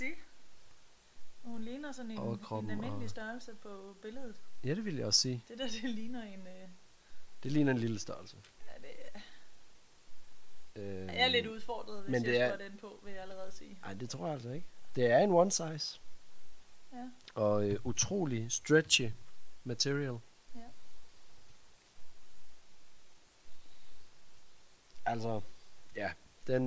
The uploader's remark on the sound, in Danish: Lyden kunne godt være bedre